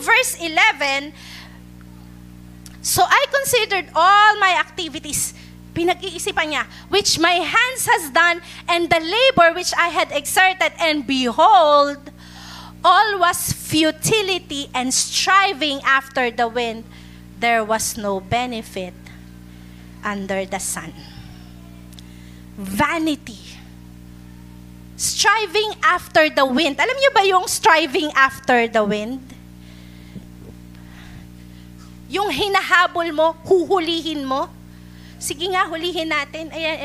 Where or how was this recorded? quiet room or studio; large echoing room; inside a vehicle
large echoing room